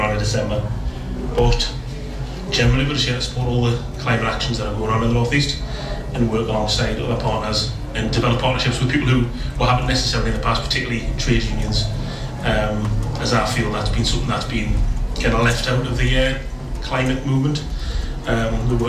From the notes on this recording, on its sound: This is the recording of the Panel Discussion at the Green Fair this year that was held at the Bishop Auckland Methodist Church. It includes speeches made at the Fare.